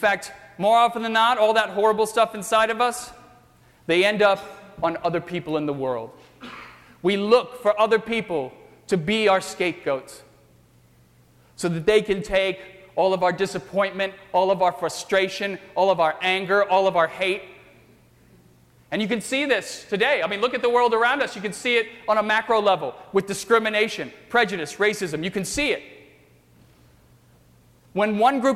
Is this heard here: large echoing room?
yes